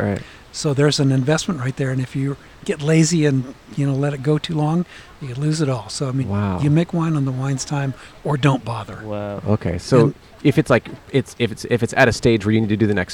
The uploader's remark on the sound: Outside A Mushroom Festival. Recorded 2/5/23 at the South Coast Botanic Garden in Palos Verdes, CA.